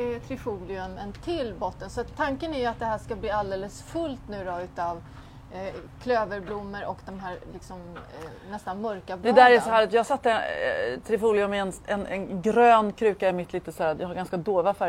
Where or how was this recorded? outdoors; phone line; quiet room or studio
outdoors